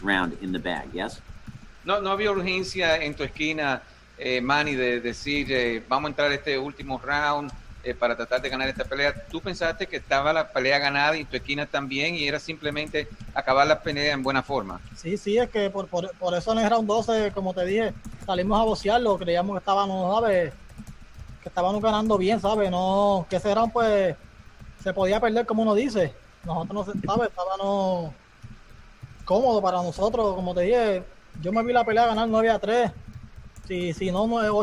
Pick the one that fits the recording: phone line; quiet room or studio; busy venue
busy venue